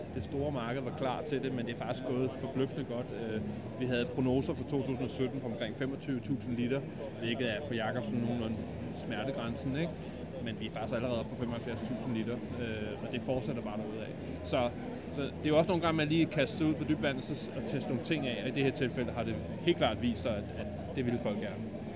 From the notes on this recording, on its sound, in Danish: Festivalen foregår i Forum i København og de to ølnørder snakker med flere danske bryggerier